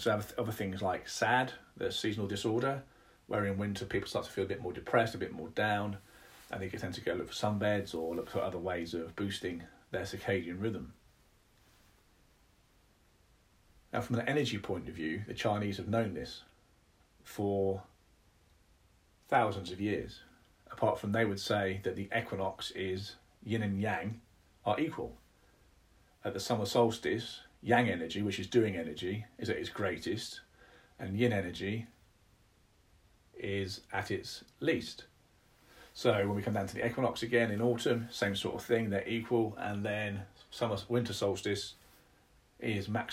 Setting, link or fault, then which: fault, phone or laptop microphone